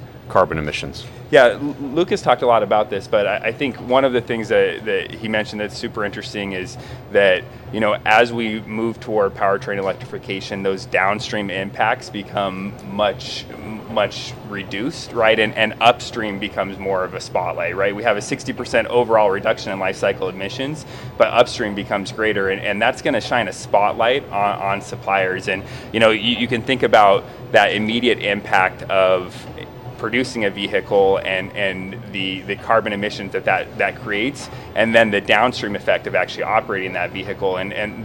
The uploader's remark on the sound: At the November OESA automotive supplier conference in Novi, MI